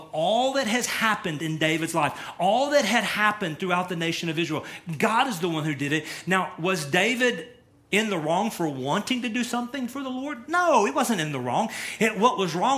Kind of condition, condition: setting, large echoing room